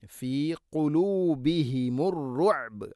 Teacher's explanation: ബാഇനെ കലകല ചെയ്തുകൊണ്ട് അഥവാ ശരിക്കും കേൾക്കുന്ന രൂപത്തിൽ വഖഫ് ചെയ്യണം